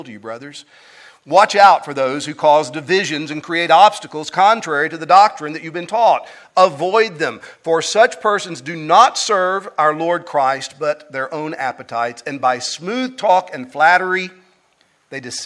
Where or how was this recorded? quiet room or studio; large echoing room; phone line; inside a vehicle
large echoing room